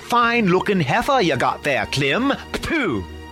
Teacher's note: the bilabial plosive, usually accompanied by a spray of tobacco juice from the oral cavity